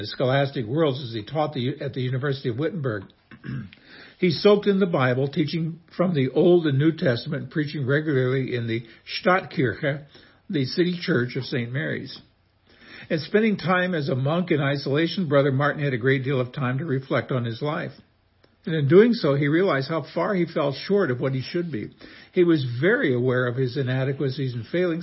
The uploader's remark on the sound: This is a short excerpt from the first Reformation Day message I preached 35 years ago at Immanuel Lutheran, Belvidere, IL